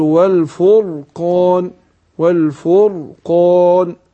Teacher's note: الراء هنا ايه مفخمة ليه؟ لأن ساكنة وما قبلها مضموم